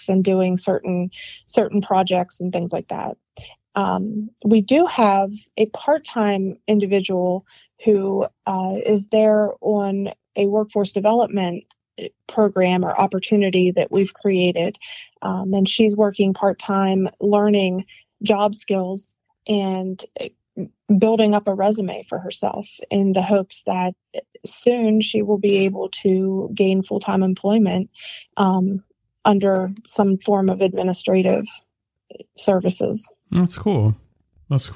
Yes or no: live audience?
no